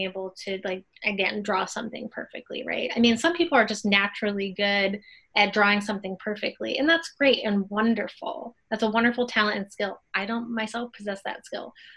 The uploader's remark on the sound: In this episode of Inside the Box, we Zoomed